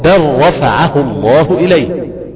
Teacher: اذا رايت اللام في كلمه بل اتى بعدها حرف الراء تدغم اللام في الراء